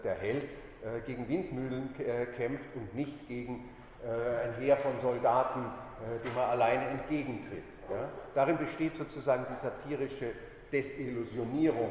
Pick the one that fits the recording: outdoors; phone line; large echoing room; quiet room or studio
large echoing room